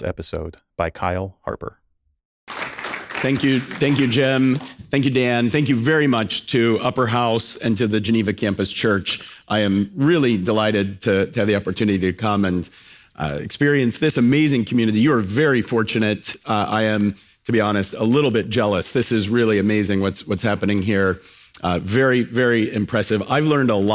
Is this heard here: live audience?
yes